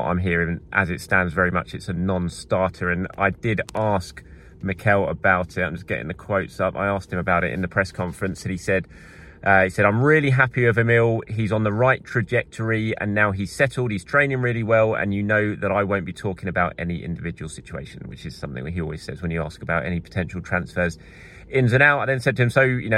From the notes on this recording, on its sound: I report from the Arsenal training ground